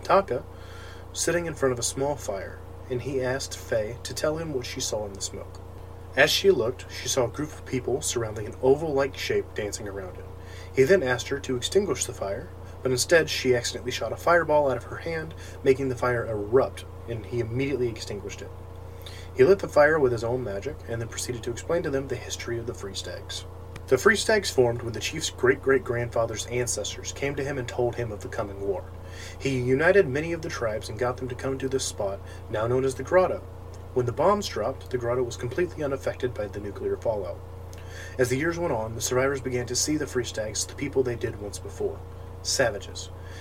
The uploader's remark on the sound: I am very sorry about the background noise, my PC fans are very loud and I am working towards a replacement fan/better mic.